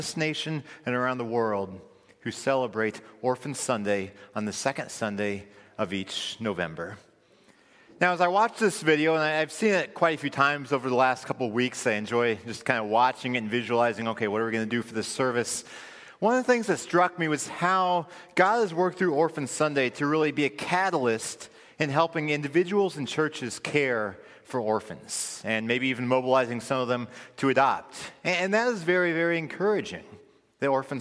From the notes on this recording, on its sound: This recording is from Friedens' "Orphan Sunday" service.